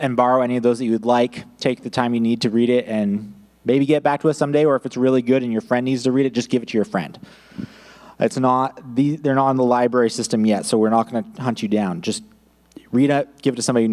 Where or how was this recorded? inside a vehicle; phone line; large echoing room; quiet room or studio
large echoing room